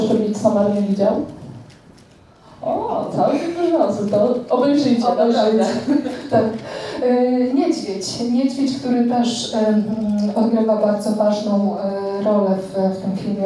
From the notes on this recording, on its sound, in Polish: Zapis audio (wraz z prezentacją) prelekcji, która odbyła się 17 czerwca 2023 roku podczas festiwalu popkultury i fantastyki „Pyrkon”.